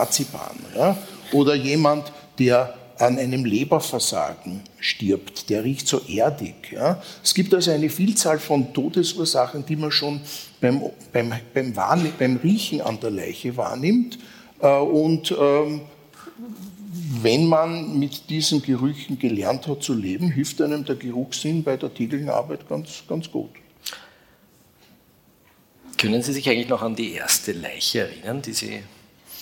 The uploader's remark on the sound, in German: Live aus dem Wiener Stadtsaal. Im ausverkauften Wiener Stadtsaal aufgenommen.